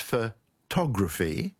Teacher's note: But then there's photography, with the stress on the second syllable